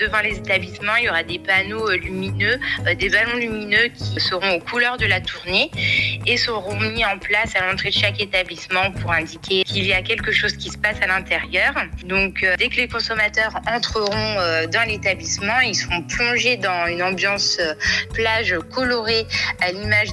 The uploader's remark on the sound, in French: Interview par téléphone